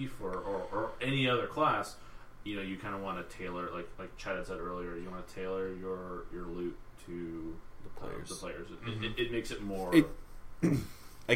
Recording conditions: uneven or low level